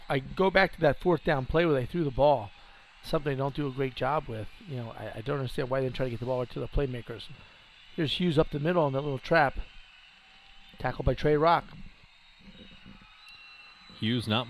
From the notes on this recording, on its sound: The radio station shows up when they see a good game coming. That means we got pushed outside.